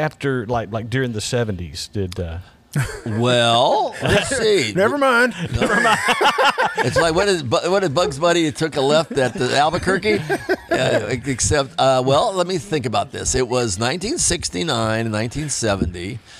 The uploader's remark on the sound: This episode was recorded at Flashback Pinball Arcade.